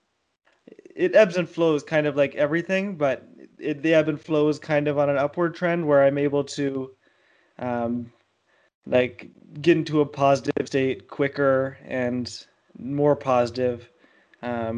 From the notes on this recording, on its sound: skype calls